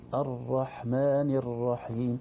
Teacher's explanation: نعم، كأنه كرر الراء، الراء فيها تكرار فعلا، فيها ارتعادة خفيفة في طرف الراء · Term: تكرار خفيف